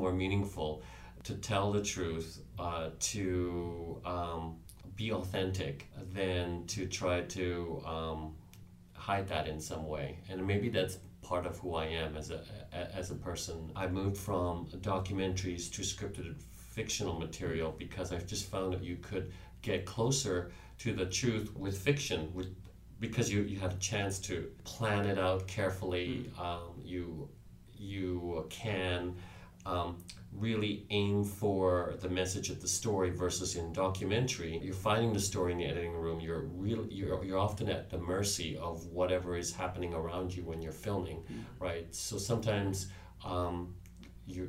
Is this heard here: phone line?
no